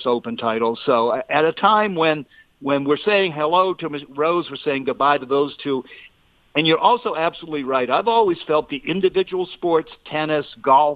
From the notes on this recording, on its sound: phones in from Pebble Beach